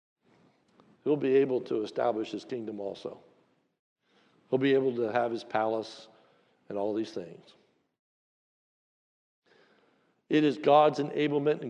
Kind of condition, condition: setting, large echoing room